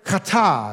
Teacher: You kind of say it with that, you know, little guttural in the back of your throat.